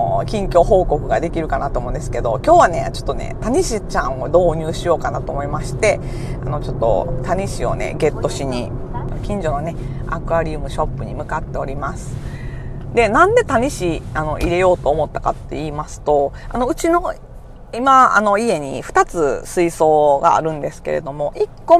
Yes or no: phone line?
no